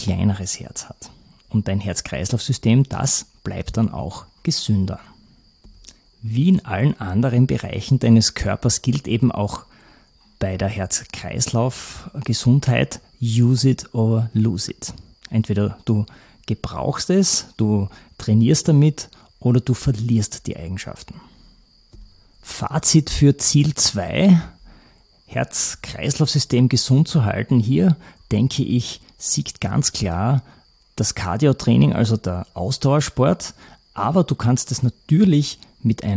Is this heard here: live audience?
no